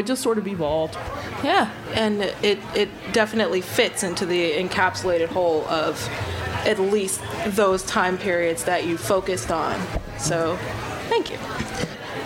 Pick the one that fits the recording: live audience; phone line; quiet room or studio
live audience